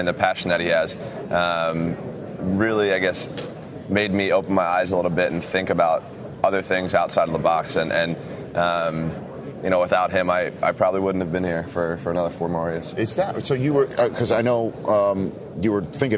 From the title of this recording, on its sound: Best of Radio Row at Super Bowl XLVII